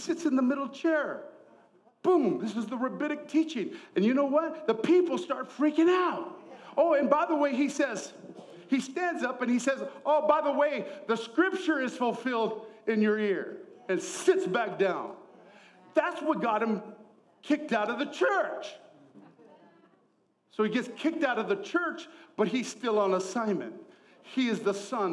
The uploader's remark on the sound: ENCOUNTER CONFERENCE 2024 | Session 3